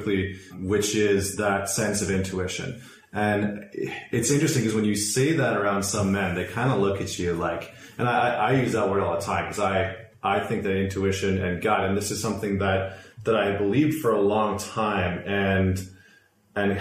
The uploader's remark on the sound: Apologies for the poor audio quality